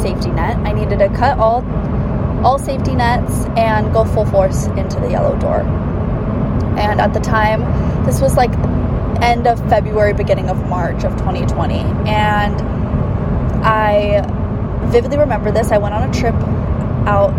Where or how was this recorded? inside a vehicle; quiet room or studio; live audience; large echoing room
inside a vehicle